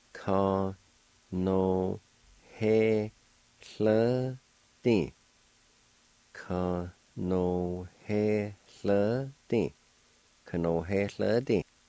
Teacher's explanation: Between the E and the L, toward the end of the word, there'll be a faint H sound as well.